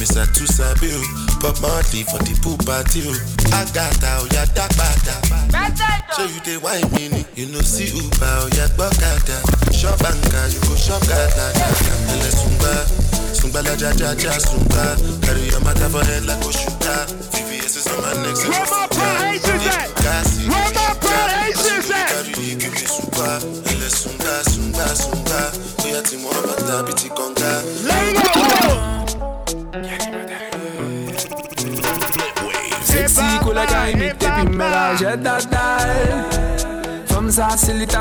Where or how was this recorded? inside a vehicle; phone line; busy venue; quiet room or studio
busy venue